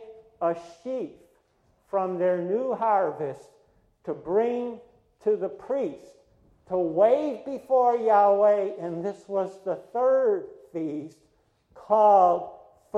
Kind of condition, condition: setting, large echoing room